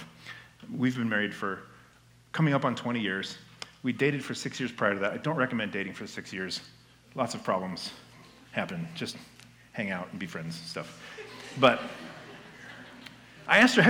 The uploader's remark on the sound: This message was given at Fall Conference 2022.